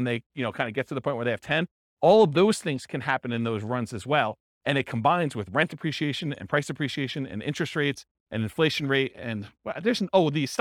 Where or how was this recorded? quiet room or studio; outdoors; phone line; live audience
live audience